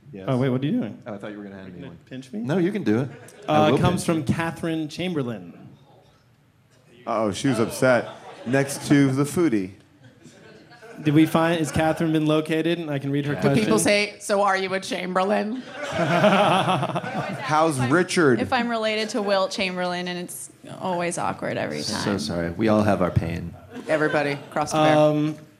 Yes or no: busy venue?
yes